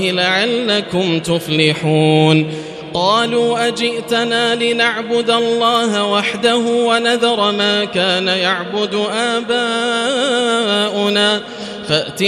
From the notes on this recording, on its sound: This is Live Recitation from Masjid ul-Haram in Al-Makkah Al-Mukarramah. Special thanks to Haramain Recordings for this recitation.